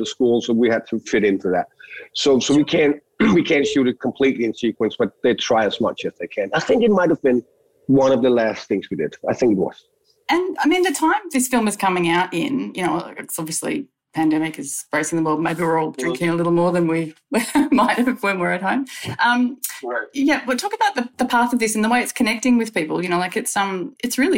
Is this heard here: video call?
yes